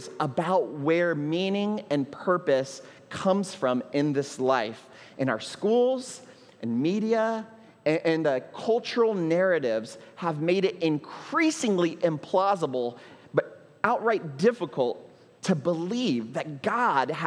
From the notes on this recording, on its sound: at Trinity Church, Puerto Rico